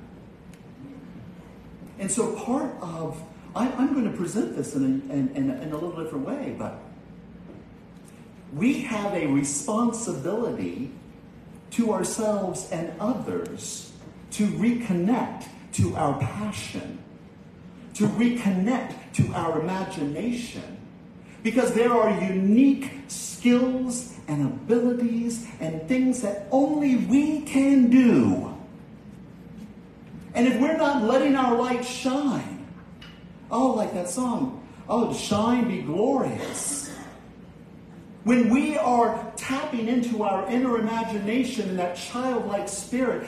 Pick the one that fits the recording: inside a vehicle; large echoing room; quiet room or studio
large echoing room